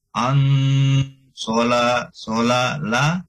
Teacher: an nun sukun ketemu sad, ikhfa ya, ditahan sedikit